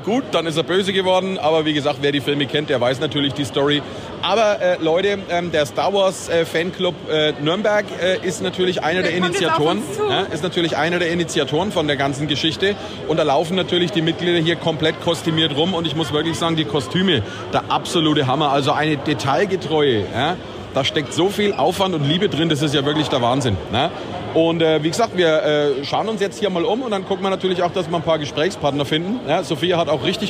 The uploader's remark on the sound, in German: live von der Noris-Force-Con mit vielen Eindrücken und Gesprächspartnern